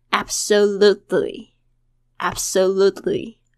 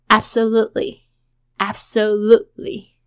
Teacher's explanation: 这个 T 不是完全不见，而是舌尖顶到，但是不爆破出来 · Shown in: second take